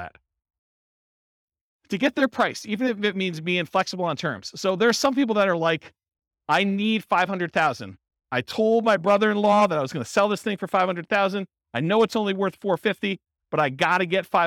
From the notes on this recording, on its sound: Centennial, Colorado. This was a live class recorded.